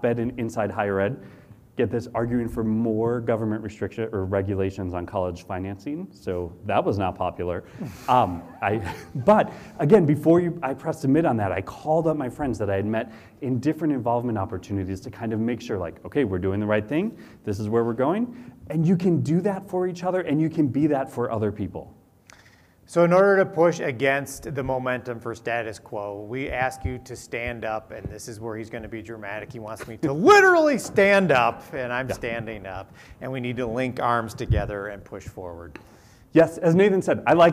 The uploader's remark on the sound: We were fortunate enough to be invited to serve as keynote speakers for the Ohio ACAC conference in March. We present you the unedited audio recording from inside the room. Being in Toledo.